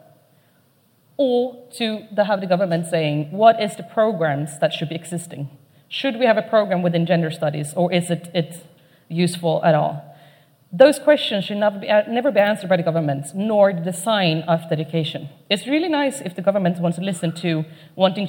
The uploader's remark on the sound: Keynote at SRHE Annual Research Conference 2017